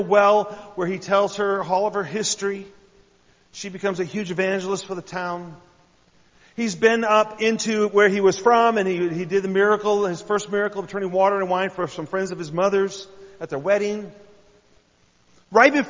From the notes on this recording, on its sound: I had the privilege of sharing a message at New Life Fellowship in Huntington Indiana.